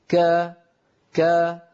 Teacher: فلا تجدون أن صوت الكاف قد انضغط إلى أعلى الفم، ولا نقول مثلا كا كا، هذه الطريقة كا ليس نطقا عربيا، ما كانت العرب تفعل ذلك. · Term: مستفل